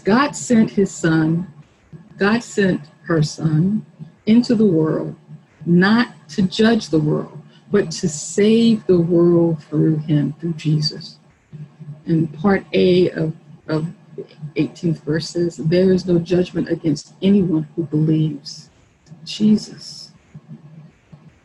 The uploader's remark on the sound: Our zoom streamed service